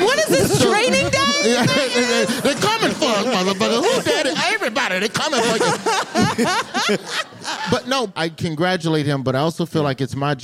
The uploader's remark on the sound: Live at the Bell House